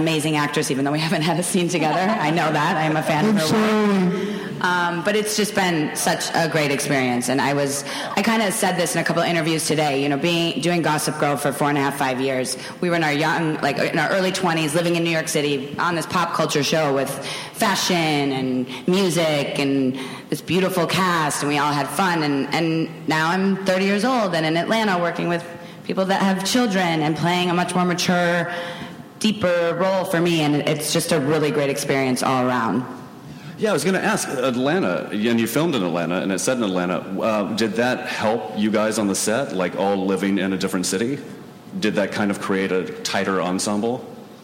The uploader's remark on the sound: BONUS EPISODE from ATX Television Festival. Following an advance screening of the Complications premiere. Recorded at ATX opening night, June 4, 2015.